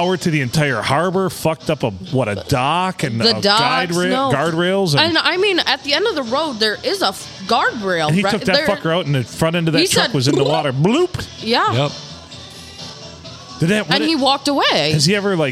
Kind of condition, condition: setting, busy venue